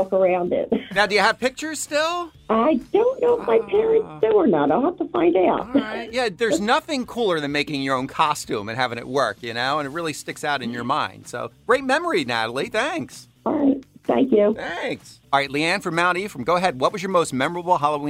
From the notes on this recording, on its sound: Listeners call.